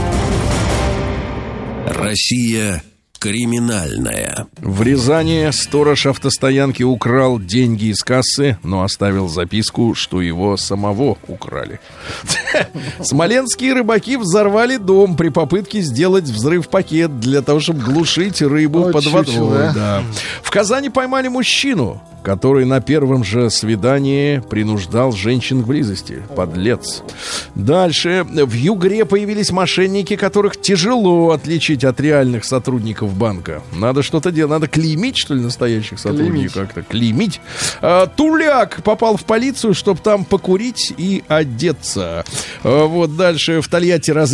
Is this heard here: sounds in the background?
no